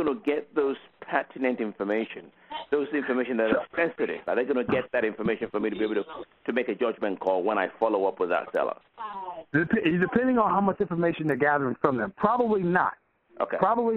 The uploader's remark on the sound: Q&A Call 2016-04-11.